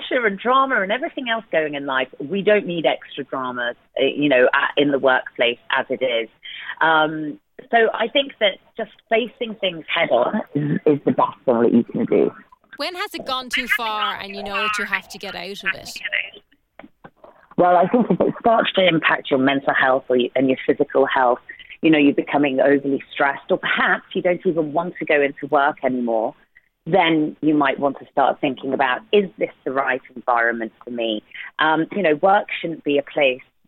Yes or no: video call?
no